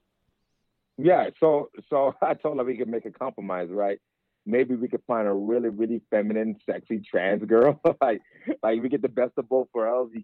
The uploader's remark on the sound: Called in to talk all about it.